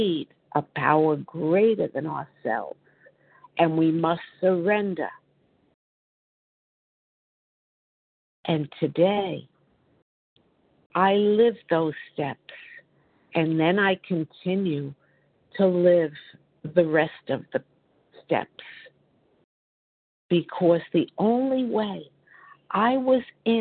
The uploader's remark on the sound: 100 Pounders Phone Meeting